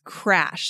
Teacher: The vowel sound is the ah sound, crash. The ah, like apple